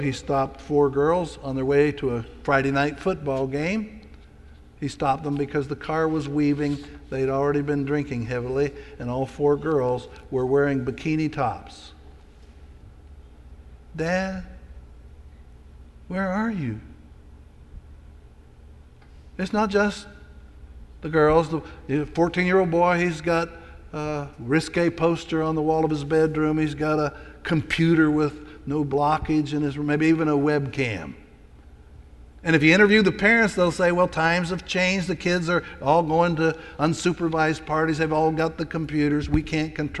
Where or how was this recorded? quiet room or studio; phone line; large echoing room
large echoing room